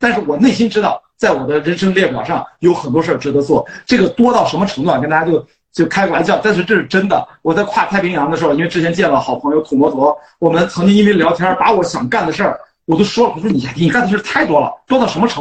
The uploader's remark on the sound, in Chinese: 本期内容因为是在知乎平台上的连线直播，所以音质跟平时录音机录制相比有明显下降。